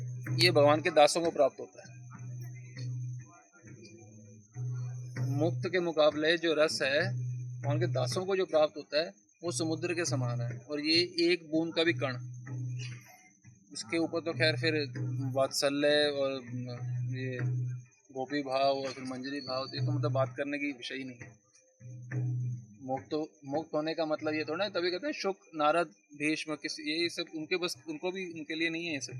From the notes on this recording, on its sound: delivered at Yamuna Tat, Sri Vrndavan Dhaam